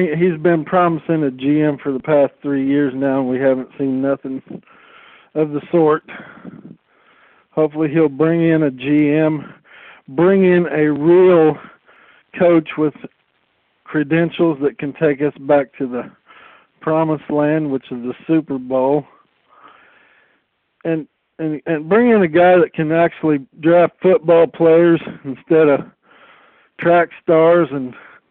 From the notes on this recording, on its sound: Raider Nation “Boneline” Call-in Segment.